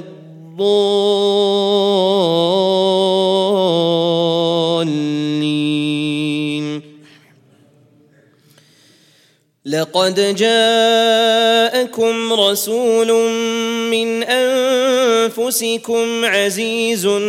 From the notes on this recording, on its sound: at the Houghton Masjid (West Street)